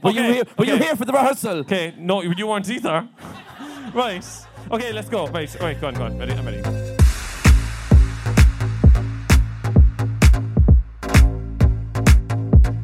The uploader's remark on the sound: The team at The Mayson.